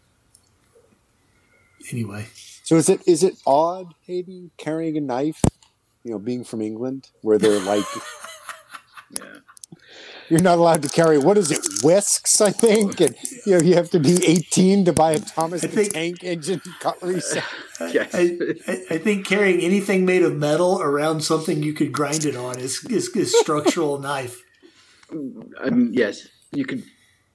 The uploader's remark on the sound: There is some kind of echo on this one, probably had my mic level too high.